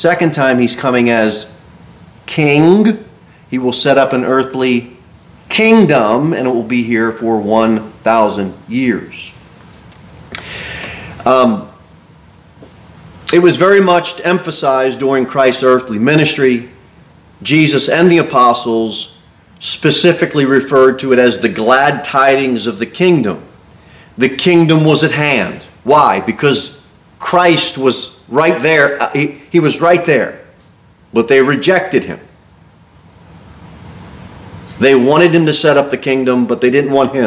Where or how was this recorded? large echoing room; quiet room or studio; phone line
large echoing room